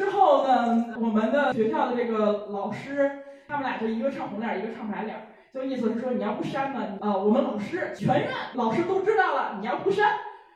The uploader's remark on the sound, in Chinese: 由于场地设备除了一些问题，导致了本周「社死」这期原素材的丢失。但又实在不忍心浪费现场观众朋友们的宝贵发言，。最后只能很遗憾地用其他设备的备份素材来剪辑制作。就是会时不时听到一个奇怪男子非常突兀的大笑，。离备用设备太近了。